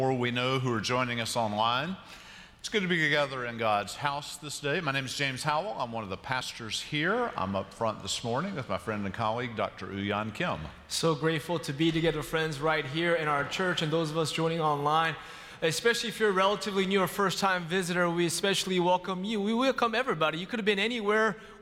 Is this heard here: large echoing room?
yes